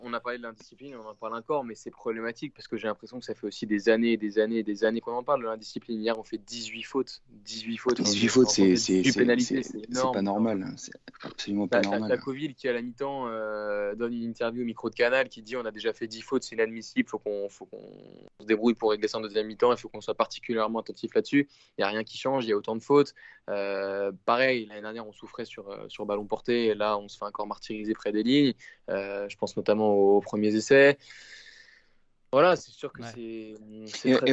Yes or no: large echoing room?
no